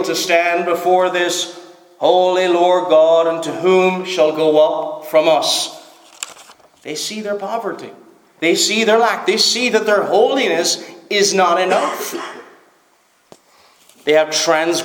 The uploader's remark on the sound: Preached at Stornoway Free Church -Continuing